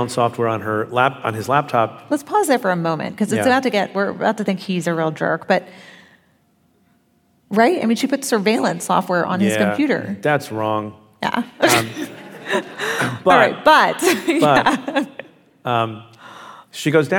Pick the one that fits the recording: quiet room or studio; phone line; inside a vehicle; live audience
live audience